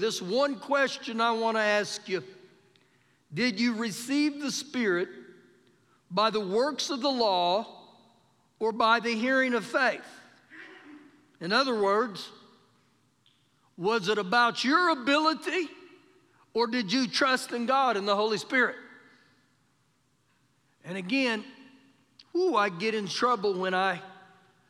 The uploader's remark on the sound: Recorded live during our Sunday morning service.